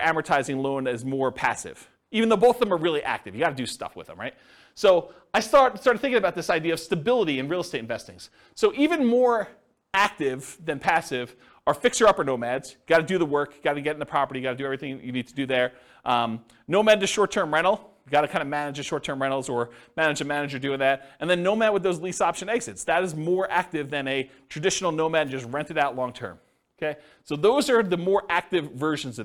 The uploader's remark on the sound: This was a live class recorded